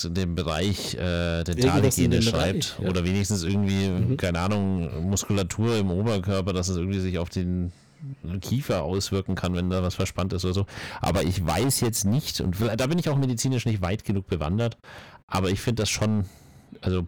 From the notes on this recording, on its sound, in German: Leider hatten wir diesmal bei der Aufnahme nicht gemerkt, dass das Mikrofon übersteuert.